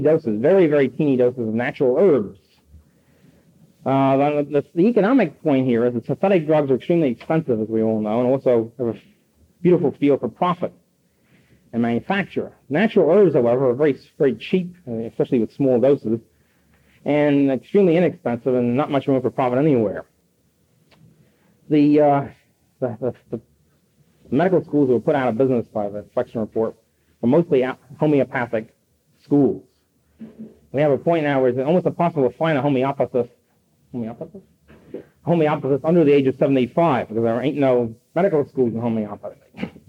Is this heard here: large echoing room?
yes